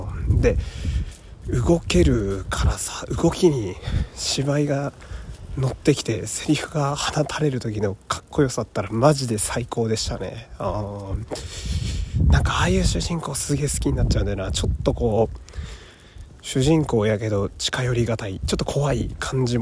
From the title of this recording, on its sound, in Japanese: 夜道を歩きながら